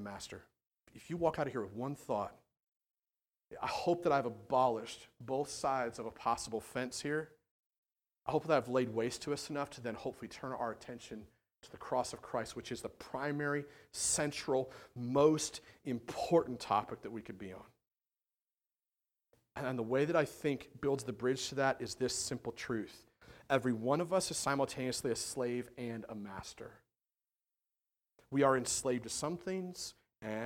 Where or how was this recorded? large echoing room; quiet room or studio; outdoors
large echoing room